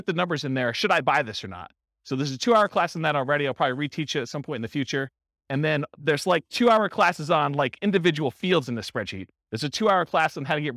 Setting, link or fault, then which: setting, live audience